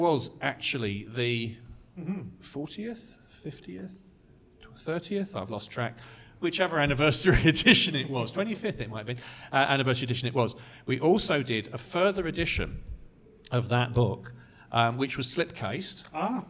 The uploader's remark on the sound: Here is the live recording from Chicago Tardis!